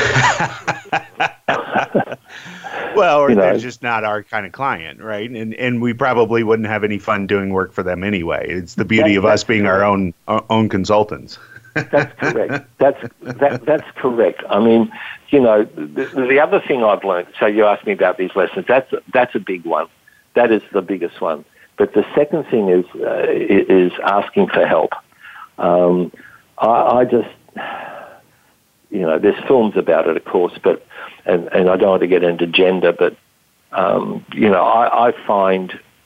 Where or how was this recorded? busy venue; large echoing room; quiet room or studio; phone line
phone line